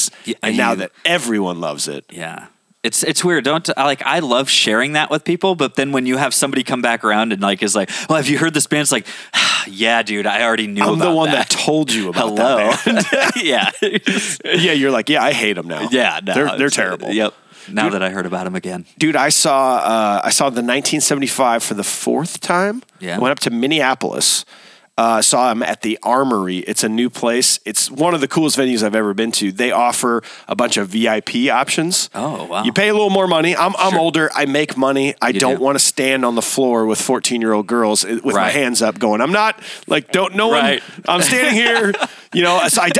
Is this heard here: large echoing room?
no